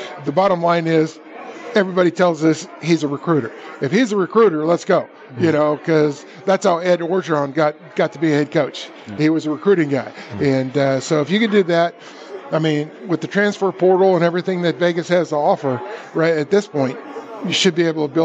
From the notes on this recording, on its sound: Live From The Westgate